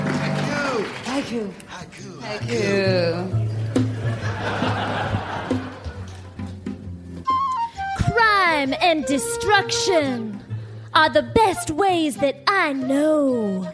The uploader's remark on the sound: Recorded Live 1/22/2011 at San Francisco SketchFest.